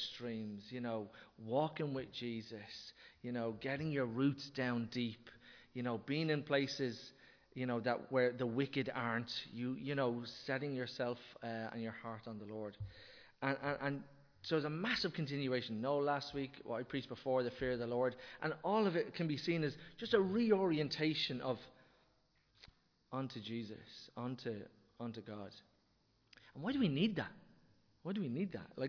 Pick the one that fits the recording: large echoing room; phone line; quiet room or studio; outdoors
large echoing room